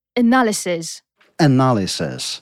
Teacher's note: Co ważne, pierwszy dźwięk, pierwsza sylaba jest nieakcentowana, ponieważ szła nie występuje w akcentowanych sylabach. Czyli akcent tutaj pada nam na drugą sylabę.